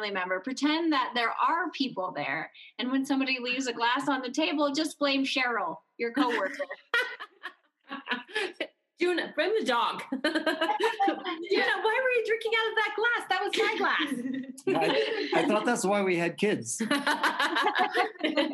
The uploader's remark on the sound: on Zoom